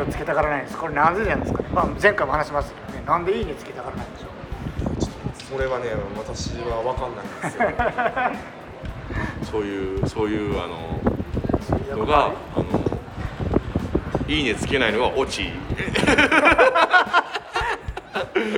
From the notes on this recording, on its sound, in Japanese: 外録音の為、風の音と雑音多め